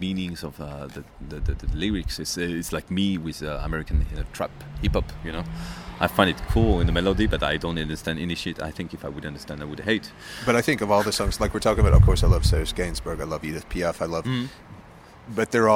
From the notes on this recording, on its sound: Recorded around 3am, piss-drunk, on the back streets of Pigalle.